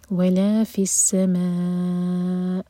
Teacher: جب حمزہ پر رکے تو حمزہ کے کٹ آف ساؤنڈ آواز آئے کلیئر